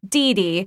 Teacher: that stress pattern has equal stress on both syllables